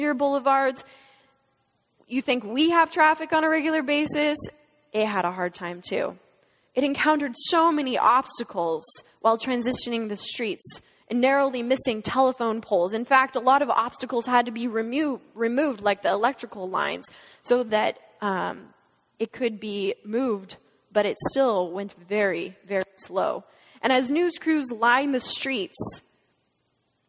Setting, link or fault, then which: setting, large echoing room